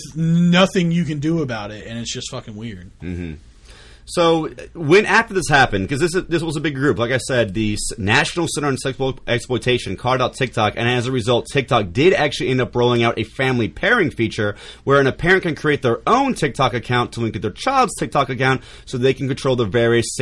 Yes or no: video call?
no